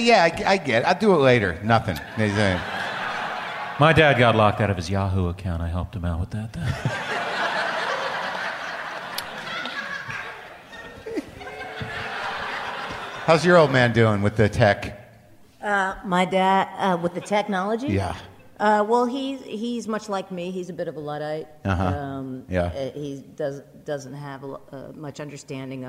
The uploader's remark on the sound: It's a blockbuster live WTF from Austin, Texas.